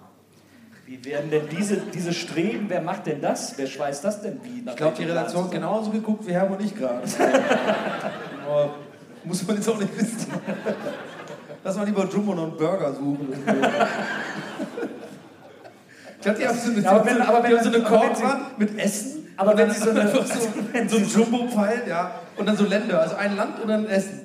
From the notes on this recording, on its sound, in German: Aufgenommen LIVE in Köln am 20.09.2021